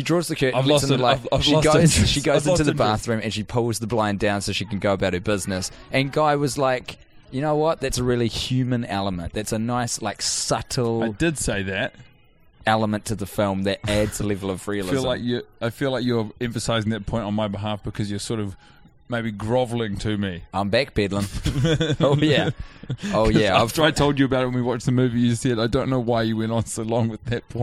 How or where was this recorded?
busy venue